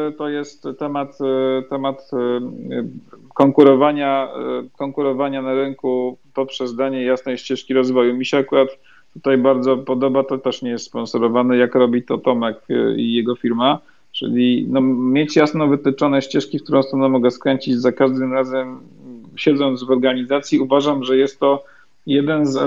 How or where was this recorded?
video call